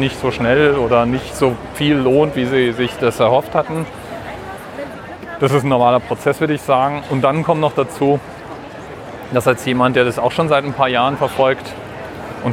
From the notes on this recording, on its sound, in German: Heute mal wieder eine Aufnahme von unterwegs, diesmal von der Frankfurter Buchmesse.